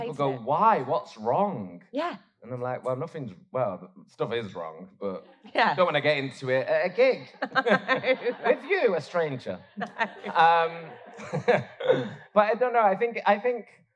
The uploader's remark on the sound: live from the Happy Place Festival